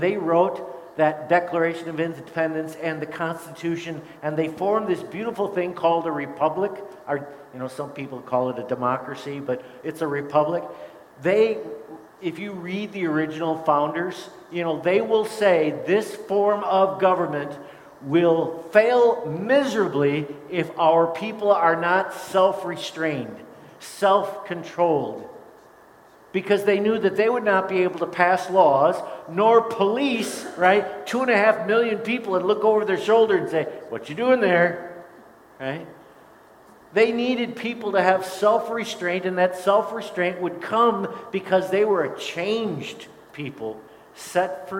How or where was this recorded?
large echoing room